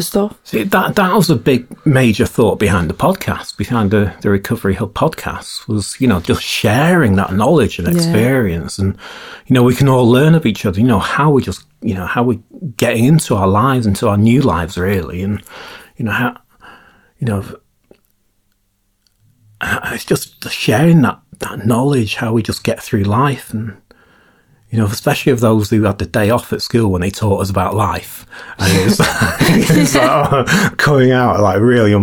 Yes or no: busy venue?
no